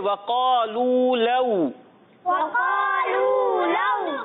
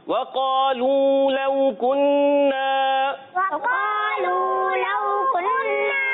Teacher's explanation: قالو واؤ مدہ کو ایک الف کھینچ کر ادا کرتے ہیں